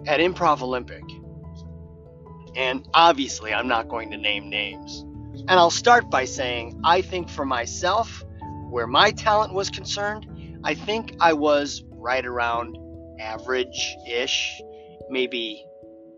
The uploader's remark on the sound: Carcast. Thoughts in my car.